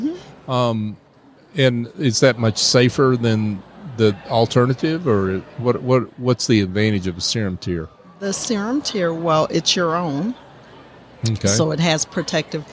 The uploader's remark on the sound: LIVE from SOAHR 2023